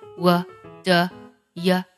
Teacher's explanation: what do 和 you 这里呢，都会有元音的弱读 · IPA: [wə də jə seɪ]